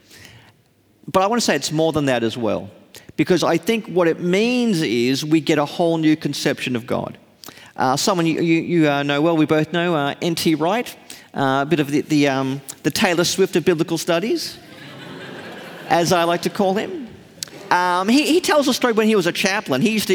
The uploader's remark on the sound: Live from Melbourne. In this live episode, recorded at the Melbourne leg of the Undeceptions Conference.